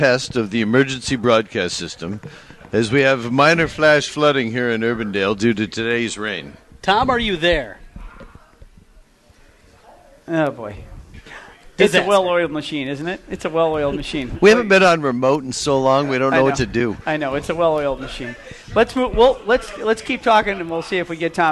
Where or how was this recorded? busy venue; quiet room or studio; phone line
busy venue